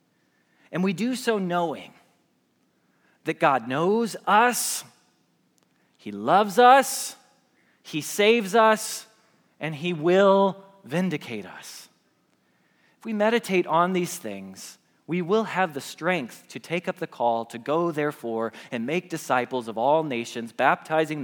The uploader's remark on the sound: Message Preached at Valley Creek Church.